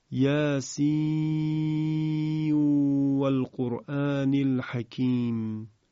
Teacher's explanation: در روایت حفص نون یاسین رو در واو و القرآن اظهار میکنیم، اما در قرائت کسایی اون رو به ادغام تلاوت میکنیم